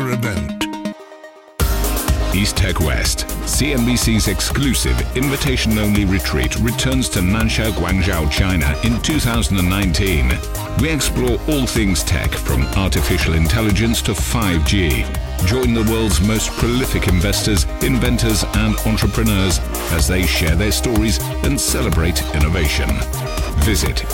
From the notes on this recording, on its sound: We are live at the G7 in Biarritz, France